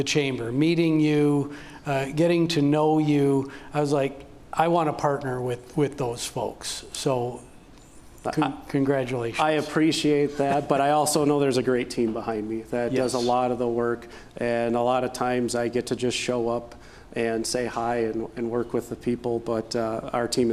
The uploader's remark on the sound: we recorded the podcast LIVE at The Main - an Event Space in downtown La Crosse